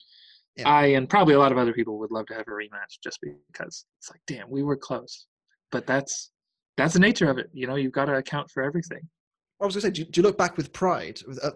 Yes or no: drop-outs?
yes